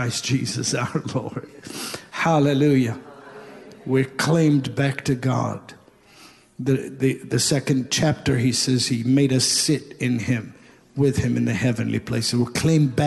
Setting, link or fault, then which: setting, large echoing room